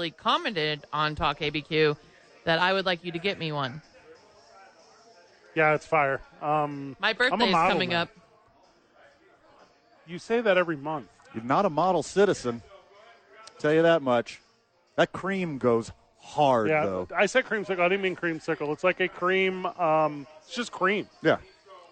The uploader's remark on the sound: live from ABQ Axe